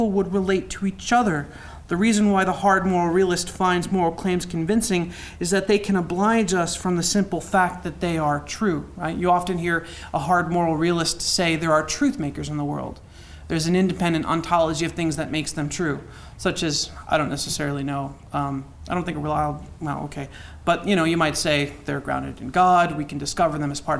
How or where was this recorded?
live audience